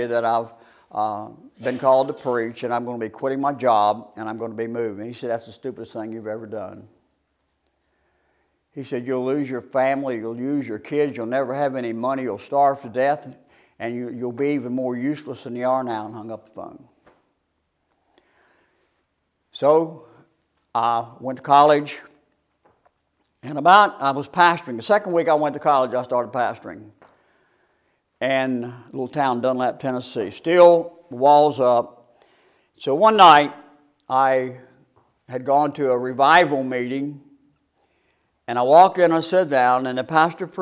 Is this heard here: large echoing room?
yes